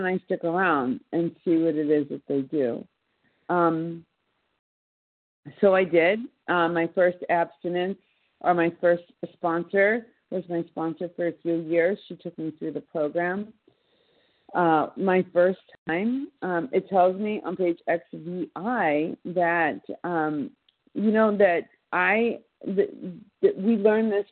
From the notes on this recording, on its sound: from the 100 Pounders Phone Meeting, 10/20/23.